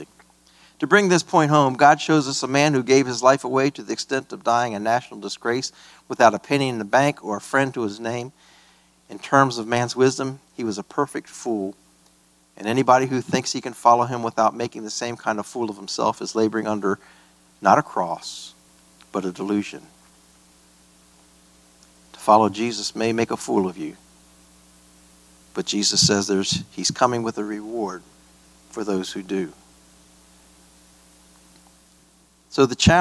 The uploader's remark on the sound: This message was preached at a Free Grace Alliance regional conference at Emmanuel Baptist Church in Starkville, MS.